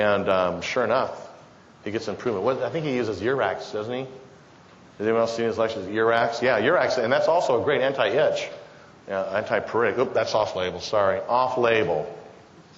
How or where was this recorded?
live audience